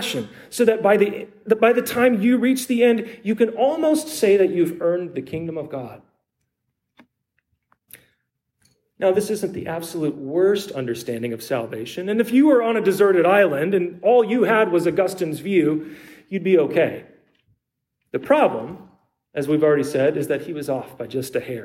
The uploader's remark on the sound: preached at Trinity Lutheran Church in Copperas Cove, TX